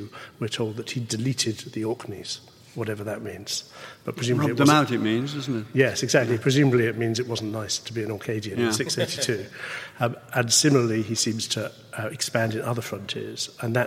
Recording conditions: live audience